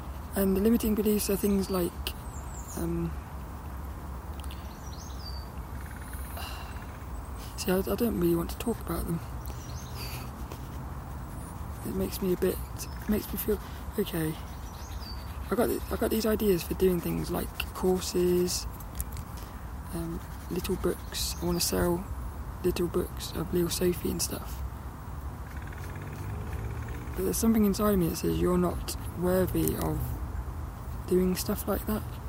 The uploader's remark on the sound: do a bit of sketching outside at Saltrum, before my lead runs out